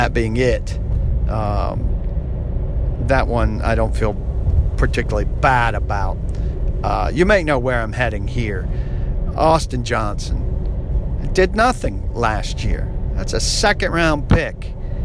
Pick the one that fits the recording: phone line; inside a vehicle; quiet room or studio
inside a vehicle